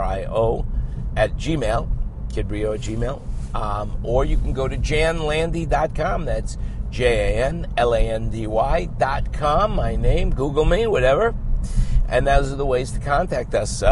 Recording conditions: inside a vehicle